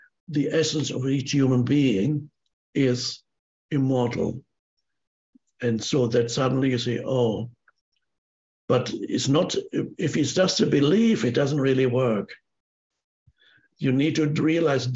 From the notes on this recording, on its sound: answers questions from a virtual audience around the world